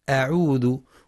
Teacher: يخطئ بعضهم فيقرأ بتفخيم همزة أعوذ والصواب ترقيقها لأنها من حروف الاستفال